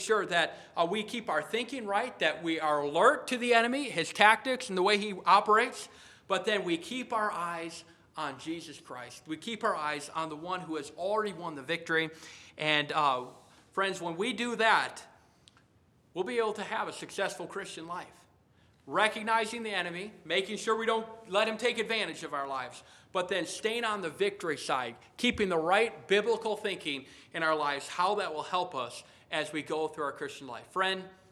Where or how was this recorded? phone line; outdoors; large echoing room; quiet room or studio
large echoing room